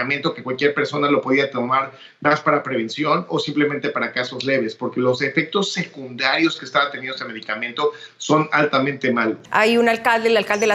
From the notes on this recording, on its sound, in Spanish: El análisis en Zoom